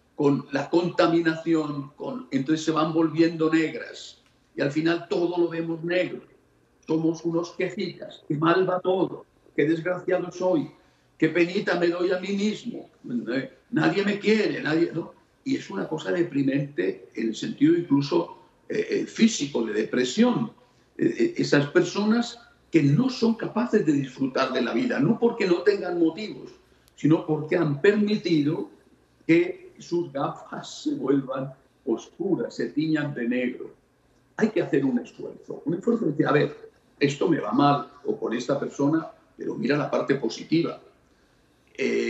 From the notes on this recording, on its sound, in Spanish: en este enlace virtual desde Houston, Texas